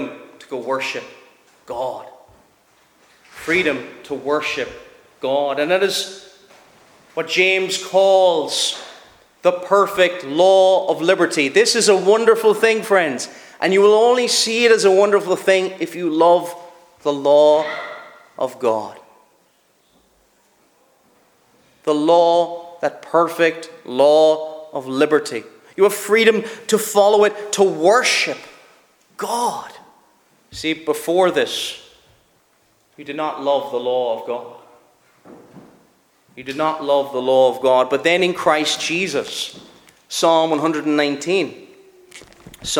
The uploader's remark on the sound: Preached at Shettleston Free Church -Continuing- at their communion season.